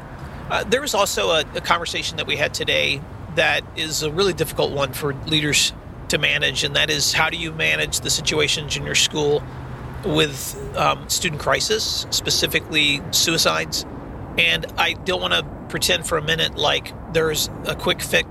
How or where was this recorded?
inside a vehicle